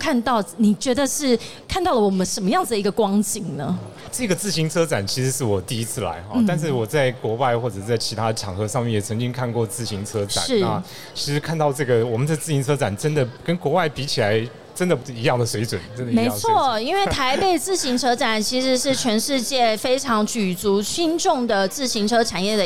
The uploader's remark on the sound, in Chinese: 2022 Taipei Cycle台北國際自行車展-Live Podcast